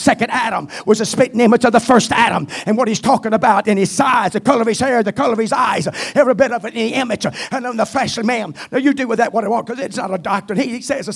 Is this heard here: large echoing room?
yes